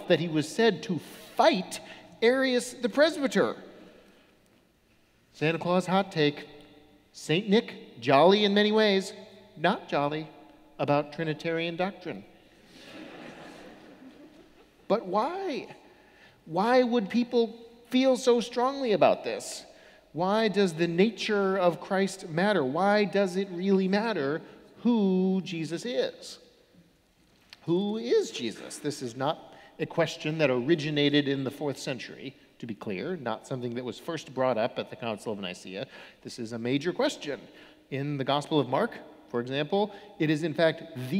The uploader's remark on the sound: Sermons from Old South Church in Boston